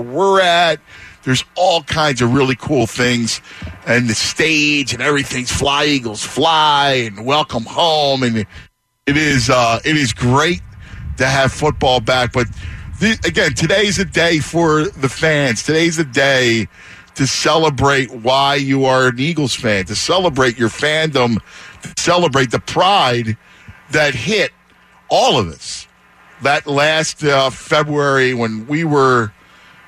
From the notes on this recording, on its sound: The guys are live down the NFL Experience at Penn's Landing!